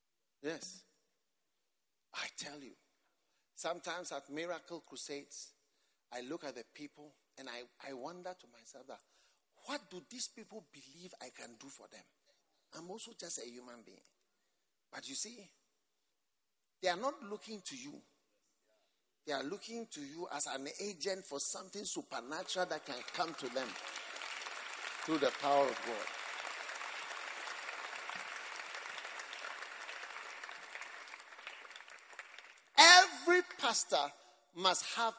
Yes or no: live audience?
yes